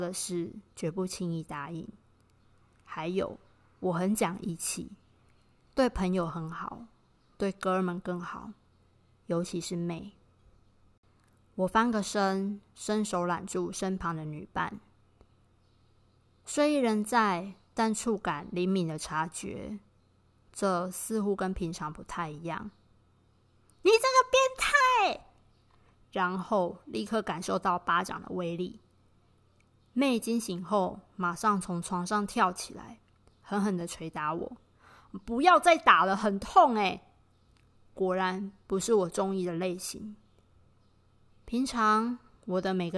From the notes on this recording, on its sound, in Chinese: 本集錄音時雨勢磅礡，有較多雜音，請多見諒。